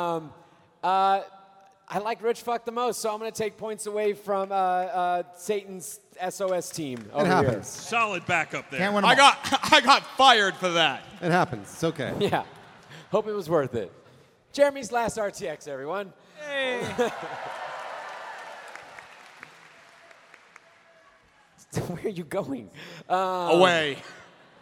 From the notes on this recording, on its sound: a completely wild live show during RTX Austin 2018